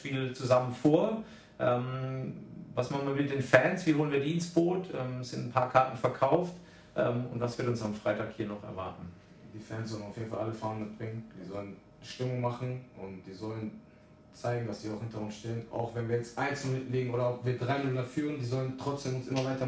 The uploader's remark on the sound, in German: Während der Aufnahme hatten wir leider technische Probleme, bitte entschuldigt die Qualität!